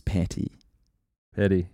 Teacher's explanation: in the Kiwi accent, and I have this very badly, we often pronounce T's as D's